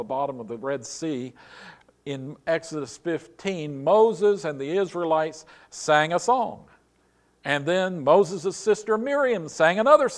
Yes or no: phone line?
no